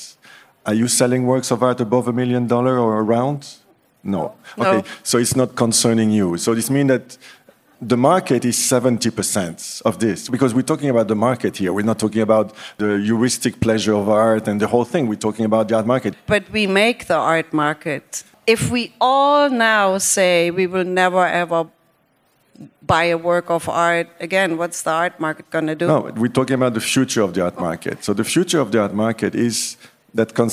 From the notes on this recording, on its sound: At the Armory Show's Live event last week. We present the live-recording from the Armory Show event.